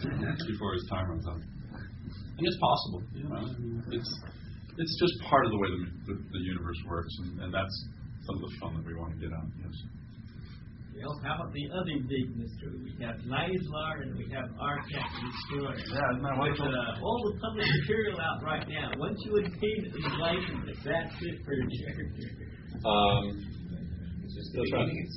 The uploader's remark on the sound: This is a recording of a seminar on Glorantha taken at a game convention circa 1984-1986. It most likely was at a DunDraCon, but it’s been too long now and I don’t remember.